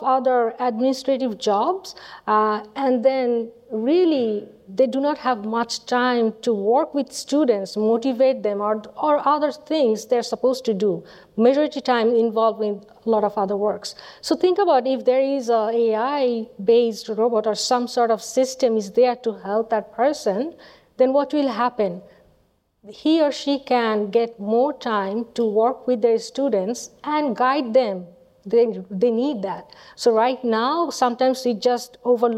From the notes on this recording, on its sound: Panel | Live from Datapalooza.